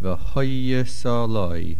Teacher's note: The main accent is on the Hey.